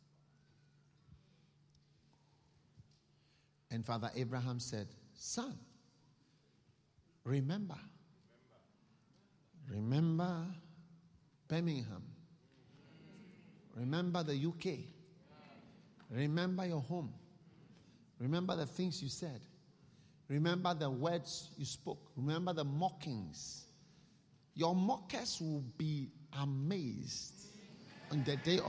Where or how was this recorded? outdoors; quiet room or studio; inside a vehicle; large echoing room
large echoing room